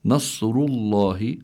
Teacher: الراء هون مضمومة، حكمها التفخيم